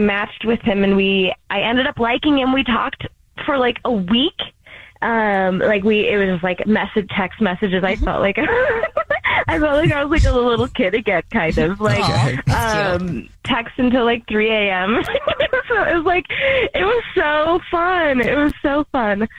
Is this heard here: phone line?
yes